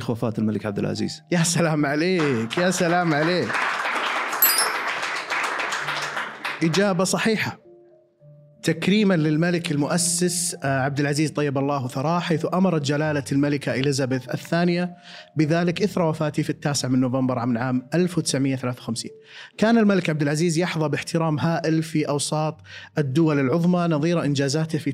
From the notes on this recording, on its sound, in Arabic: هذه الحلقة سُجلت أمام الجمهور